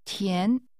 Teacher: 填 is pronounced with a rising tone.